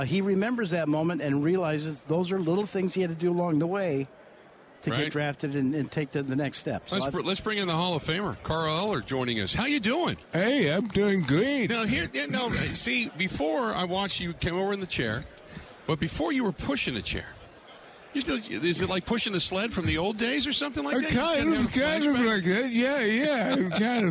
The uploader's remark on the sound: Live From Super Bowl Radio Row